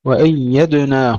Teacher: وأيدناه، ولا نقول وأيدناه، نحافظ على سكون الدال مع القلقلة، وأيدناه بالسكون وليس بالكسر